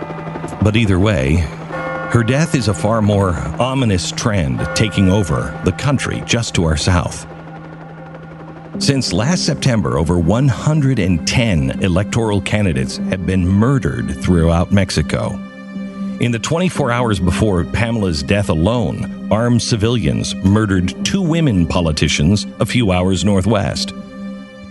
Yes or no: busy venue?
no